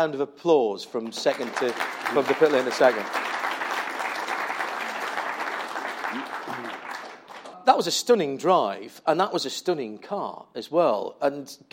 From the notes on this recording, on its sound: In front of an audience at London’s Royal Automobile Club.